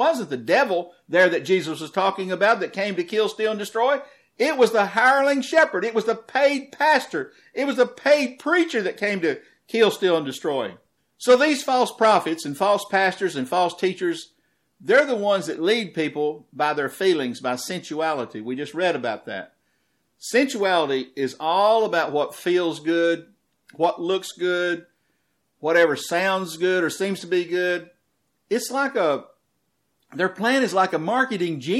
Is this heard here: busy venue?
no